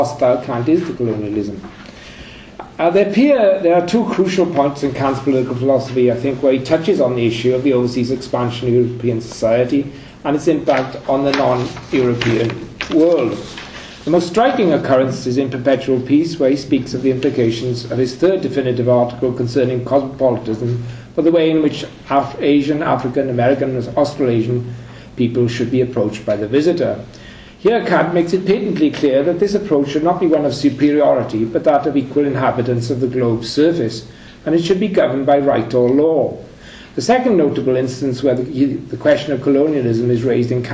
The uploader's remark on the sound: Third presentation from the Kant and Colonialism conference held in University of Oxford in October 2010